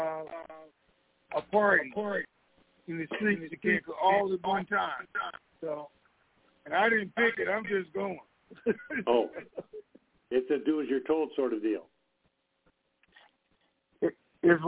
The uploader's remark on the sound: TNTSuperfantastic Conference Call.